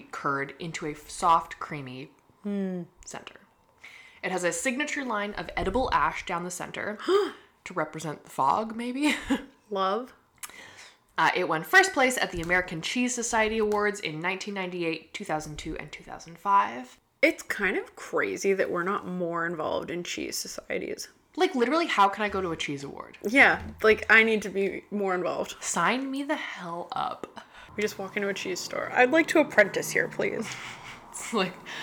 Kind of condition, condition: fault, background noise